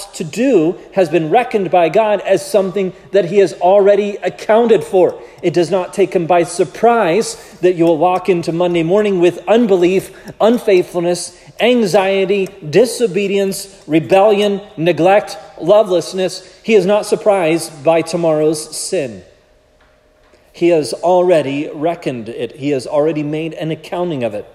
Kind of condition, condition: setting, large echoing room